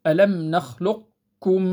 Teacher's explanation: الوجه الثاني وهو الإدغام الناقص، فتبقى صفة الاستعلام تاع القاف، فنقول ألم نخلقكم، فلا نقلق القاف، نطبق على القاف ثم نجافي على الكاف